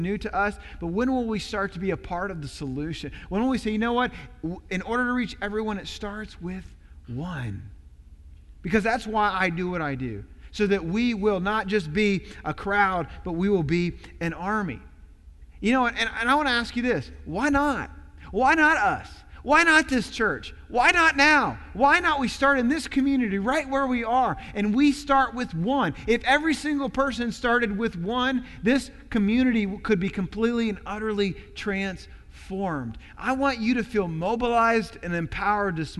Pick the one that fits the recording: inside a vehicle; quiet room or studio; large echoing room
large echoing room